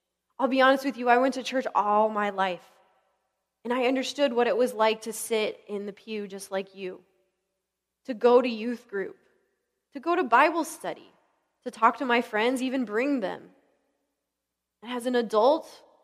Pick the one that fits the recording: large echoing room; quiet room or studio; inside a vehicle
large echoing room